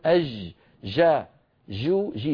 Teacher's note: أنا من أهل الشام ونحن في العامية نقول أج جا جو جي، فننطقها رخوة من بدايتها